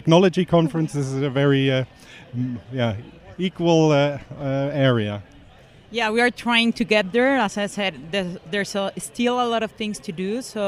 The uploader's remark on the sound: Relive the Toronto Global Service Design Conferent. We walked around with our microphones again and bumped into many interesting designers from all over the world.